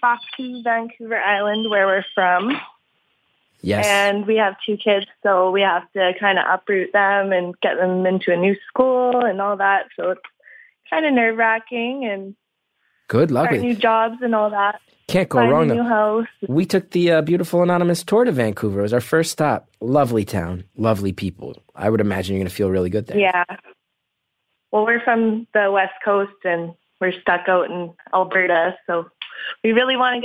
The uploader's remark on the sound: Beautiful Anonymous fans called in for a series of brief one minute calls